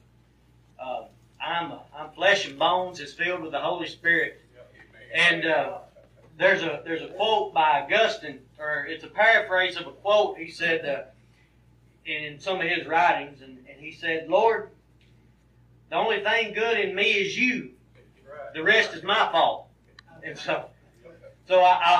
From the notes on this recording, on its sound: This sermon was recorded from the pulpit of Mars Hill Cumberland Presbyterian Church in Pottsville, Arkansas. Fall Revival.